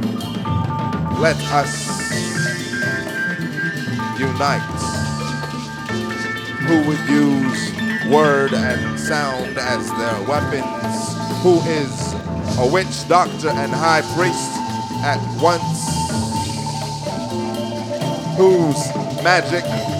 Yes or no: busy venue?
yes